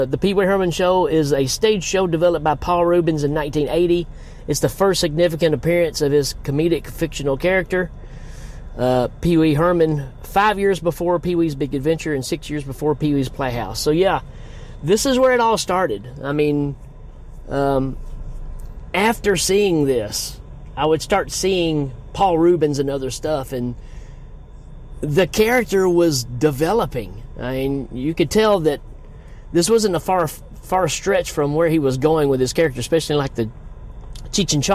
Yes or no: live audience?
no